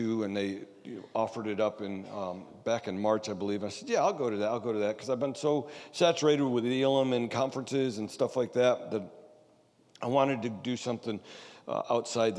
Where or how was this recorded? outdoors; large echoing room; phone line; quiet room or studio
large echoing room